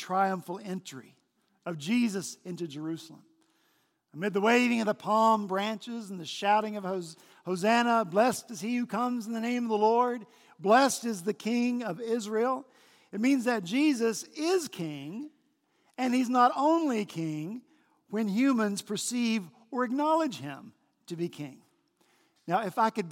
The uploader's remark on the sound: On Palm Sunday last week at Redeemer Presbyterian Church in Charleston, SC